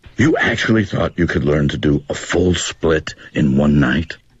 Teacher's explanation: You actually thought you could learn to do a full split in onenight?、嗯、第一句话还稍微平缓一点哈，还没有凶起来。对，它是前面的铺垫。啊，但是我们读这句话的时候的话呢，是虽然是声调带着疑问，但是也是一小浪一小浪的向前推着